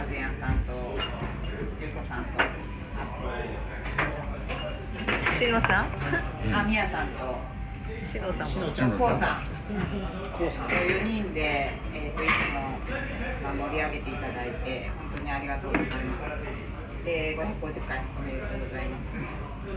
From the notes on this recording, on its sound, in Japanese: 皇居ラン＆550回記念パーティー＠神田。ライブ感あふれる音声をお楽しみください！！